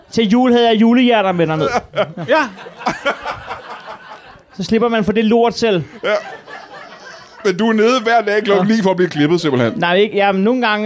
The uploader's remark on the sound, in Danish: Live fra Citizen i København. Ugens show er optaget på Citizen i hjertet af København foran et spillevende publikum.